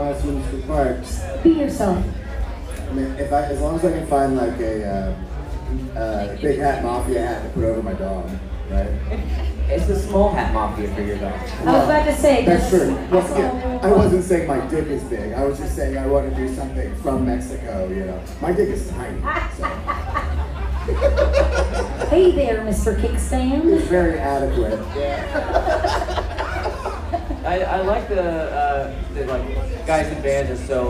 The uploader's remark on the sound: For the first time in the history of the pod, the gang records live in front of an audience of tens at …’s Banditos bar in Mexico.